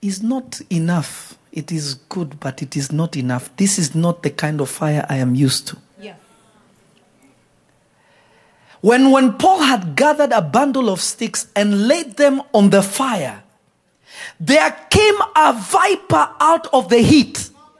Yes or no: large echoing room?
yes